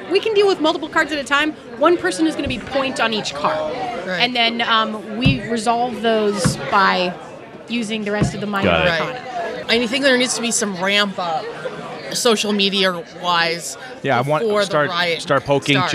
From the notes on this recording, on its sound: LIVE FROM QUEEN CITY CONQUEST